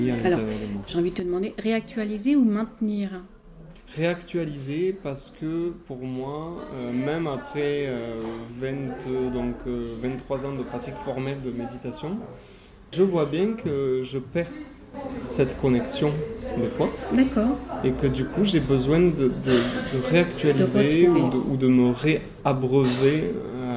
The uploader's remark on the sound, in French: Emission enregistrée dans mon café préféré de Rodez : LE BROUSSY.